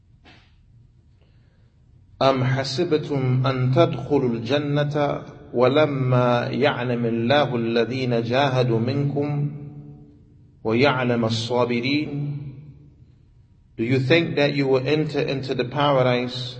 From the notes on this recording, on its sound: Lecture given Masjid Nur Allah, Queens, Ny